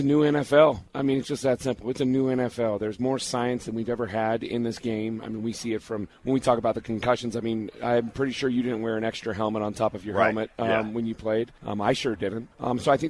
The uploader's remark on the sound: The Cowboys are in town! Live from UC Health Training Center as the joint practice gets rolling!